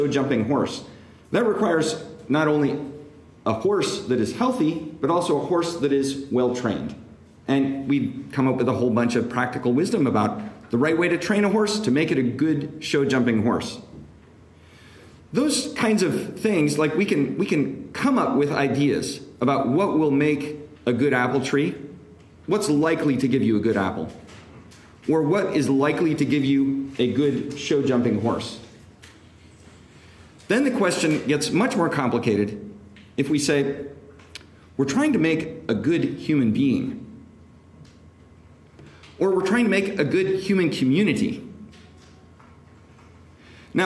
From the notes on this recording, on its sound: This lecture was given on October 27, 2023, at the Thomistic Institute in DC, on Capitol Hill